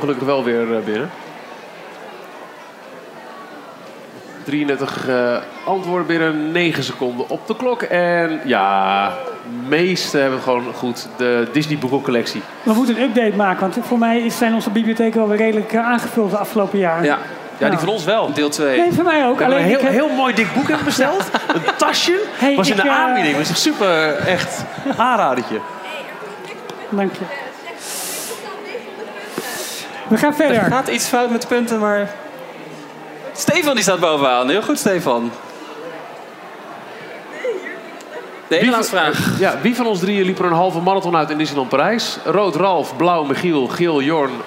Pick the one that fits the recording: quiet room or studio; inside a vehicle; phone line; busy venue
busy venue